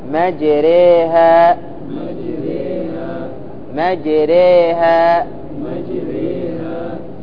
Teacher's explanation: تقريب الفتحة من كسرة والألف من الياء من غير قلب خالص ولا إشباع مبالغ فيه · Term: إمالة